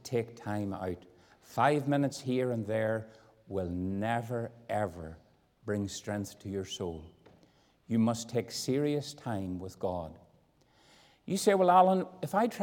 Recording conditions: large echoing room